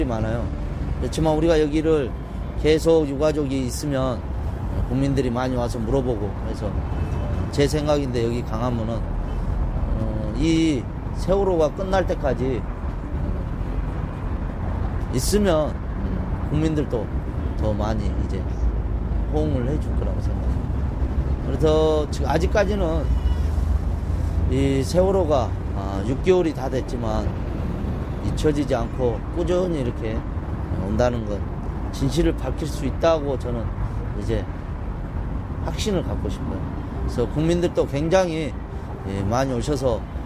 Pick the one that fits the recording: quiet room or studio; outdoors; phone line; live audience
outdoors